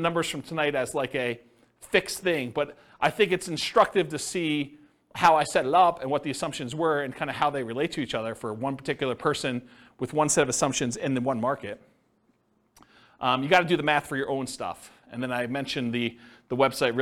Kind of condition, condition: setting, live audience